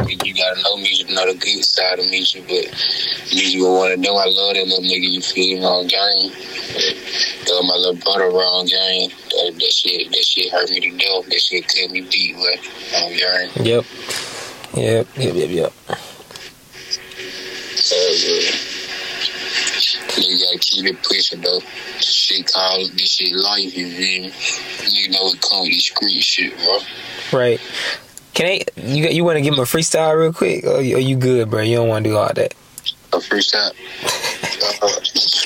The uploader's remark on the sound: phone call